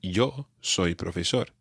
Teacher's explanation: I was trying to put some stress on the word I.